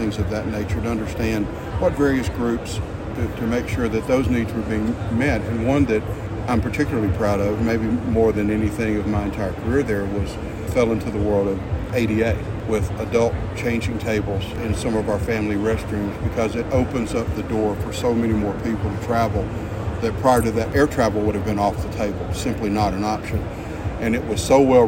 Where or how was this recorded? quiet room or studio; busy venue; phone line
busy venue